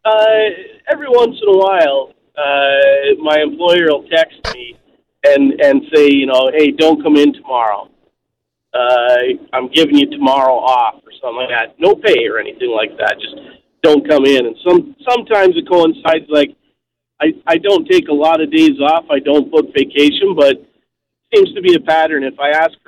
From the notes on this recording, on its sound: your phone calls, are answered on today's episode of the Employment Law Show